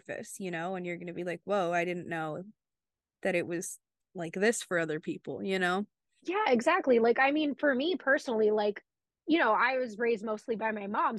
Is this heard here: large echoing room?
no